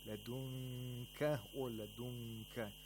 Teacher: We have ikhfa of nun sakina, where the nun is not pronounced from its own place of articulation. Instead, the letter after it is approximated.